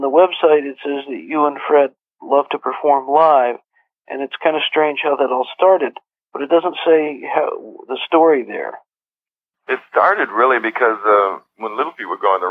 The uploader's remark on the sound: This interview was recorded and broadcast on the radio in 2008. Joined me by telephone.